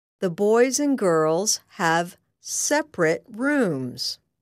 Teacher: When separate is an adjective, pronounce the last syllable of the word as ret.